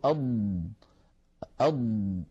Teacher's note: فالضاد يا إخوتي حرف مجهور وليس فيه جريان للصوت للنفس، لأنه ليس من حروف سكت فحثه شخص، فلما نقول أض نجد بأنه لا يجري معها نفس ولكن الصوت يمتد